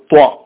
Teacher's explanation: നമ്മുടെ നാവ് മേലണ്ണാക്കിന്റെ ഭാഗത്തേക്ക് അല്ലെങ്കിൽ മേലണ്ണാക്കിലേക്ക് ഉയരുകയാണ് അതുകൊണ്ട് തന്നെ ത്വ എന്ന അക്ഷരത്തെ ഇസ്തിയലായിന്റെ അക്ഷരമാണെന്നാണ് പറയാ ഇസ്തിയലാൽ ഒലുവ് മേലോട്ട്